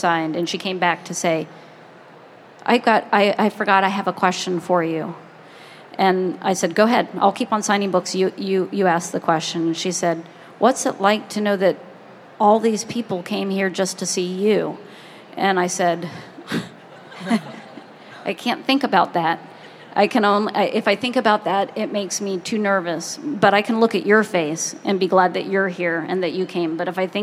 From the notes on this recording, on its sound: Recorded live in front of an audience at the 2016 American Library Association Annual Conference.